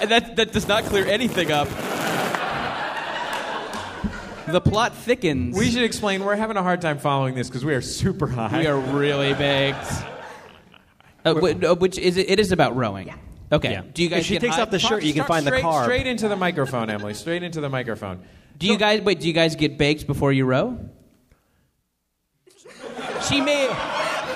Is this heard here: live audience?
yes